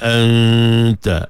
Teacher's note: nun mati, jumpa dengan ta ikhfa hakiki. Masa dengung tu hujung lidah ataupun lidah tadi tak sentuh lagi ke makhraj bagi huruf ta.